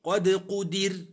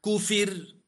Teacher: الراء سكنت لأجل الوقف وقبلها كسر ترقق